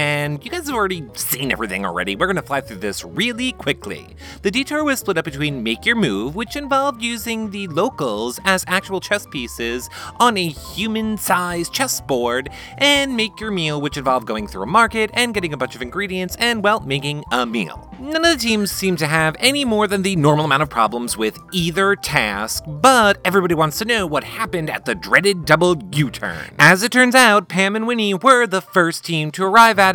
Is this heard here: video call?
no